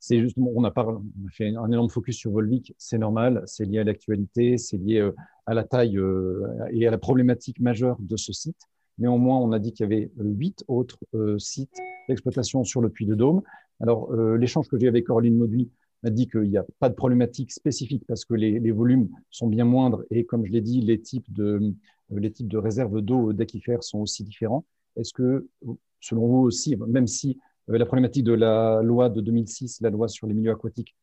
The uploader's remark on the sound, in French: 9 avril 2021 en visio.